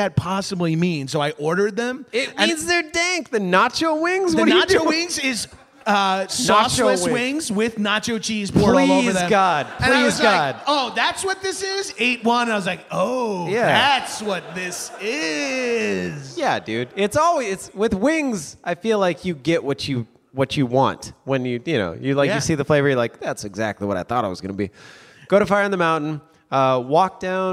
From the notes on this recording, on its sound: a LIVE taping of High & Mighty in Portland, Oregon